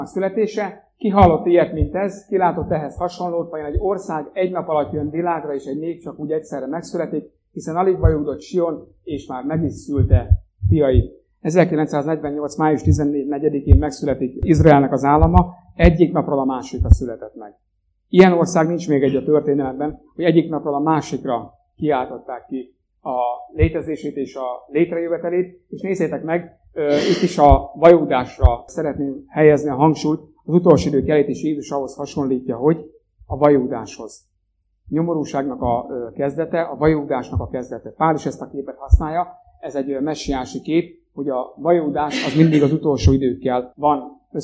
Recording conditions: poor sound quality